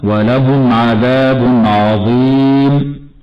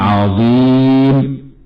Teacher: ونلاحظ أيضا أن التنوين رسم مركبا، والوقف على كلمة عظيم من قبيل المد العارض للسكون، فيه القصر والتوسط والإشباع. ومن الخطأ تفخيم العين من كلمة عظيم، فنقول خطأ ولهم عذاب عظيم، والصواب ترقيق هذه العين · Shown in: second take